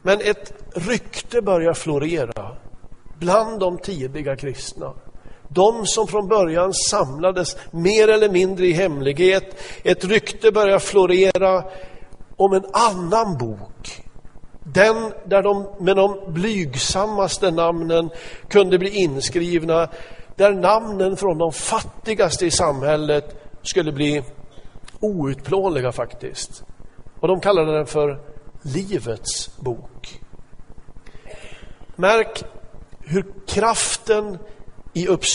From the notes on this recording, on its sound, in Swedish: Inspelad i Smyrnakyrkan, Göteborg 2014-11-02.